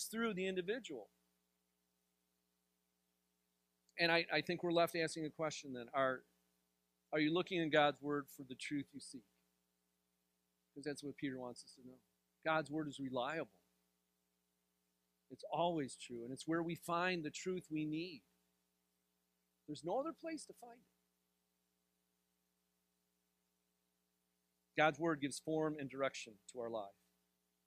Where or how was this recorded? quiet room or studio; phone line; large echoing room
large echoing room